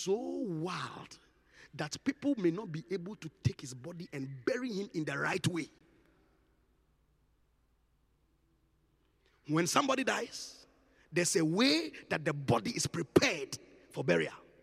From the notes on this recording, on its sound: Encounter Service. Preached at the Qodesh.